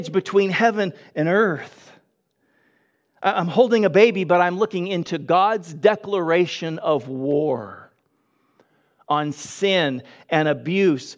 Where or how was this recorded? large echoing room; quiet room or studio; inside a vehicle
large echoing room